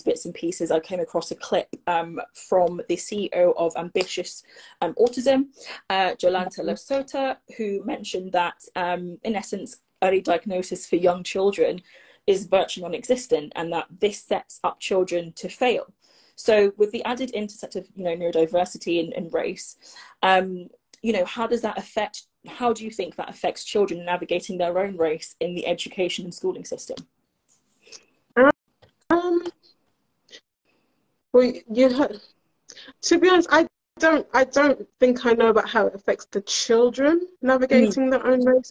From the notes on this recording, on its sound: (IG Live March '23).